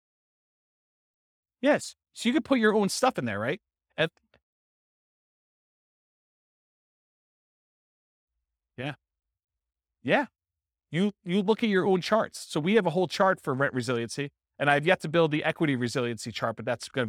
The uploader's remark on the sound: This was a live class recorded.